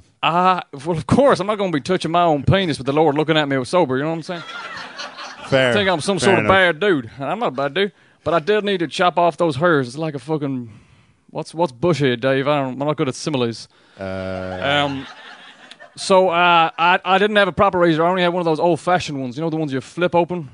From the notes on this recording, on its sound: Live at The Tightrope.